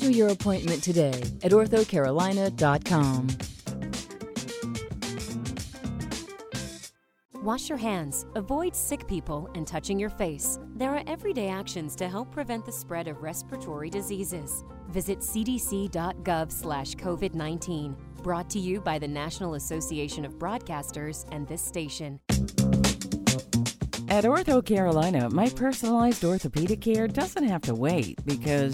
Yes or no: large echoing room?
no